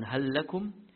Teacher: where an idgham will take place between the two lams. It is mutamathilan there.